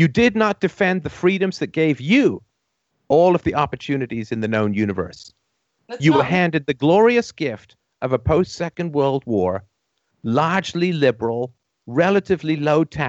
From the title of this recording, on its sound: Call In Show